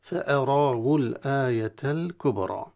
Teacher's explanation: ونحذر هنا كذلك من تفخيم الهمزة في كلمة فأراه، لأن كثير من يقرأ فأراه يبدأ بتفخيم الهمزة قبل الانتقال إلى الراء، أصلها الترقيق وهي كذلك.